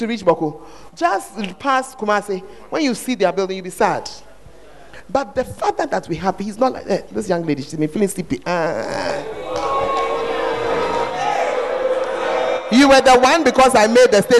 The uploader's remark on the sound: Preached At The 100s and 200s Camp